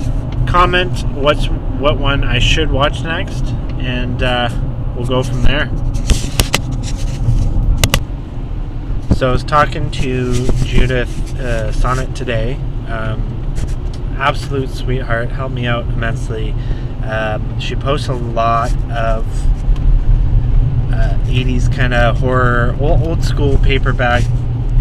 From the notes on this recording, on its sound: Just a small compilation of nerdy musings, thoughts, rants and other things I collect on my voice recorder in my car while I'm commuting.